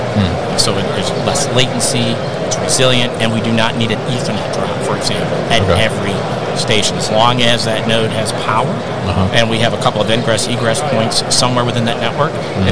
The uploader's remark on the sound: Rajant at MODEX 2022